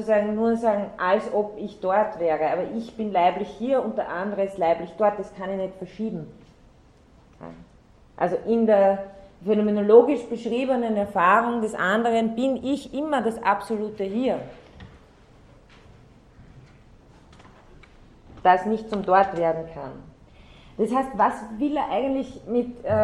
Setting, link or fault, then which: setting, large echoing room